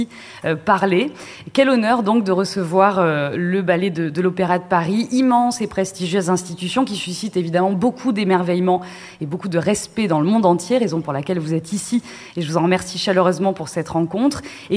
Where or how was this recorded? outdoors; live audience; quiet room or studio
live audience